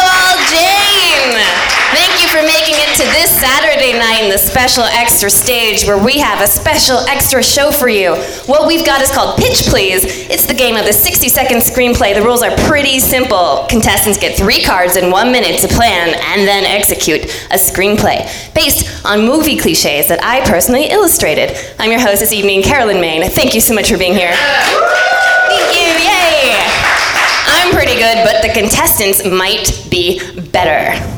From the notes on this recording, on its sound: comes to you from the All Jane Comedy Festival!